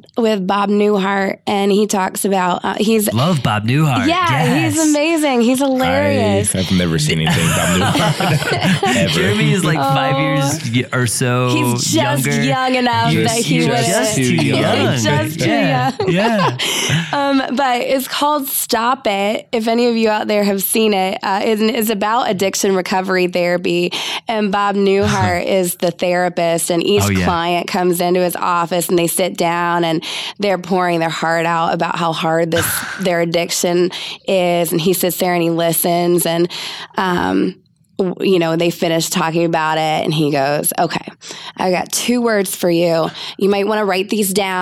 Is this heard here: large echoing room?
no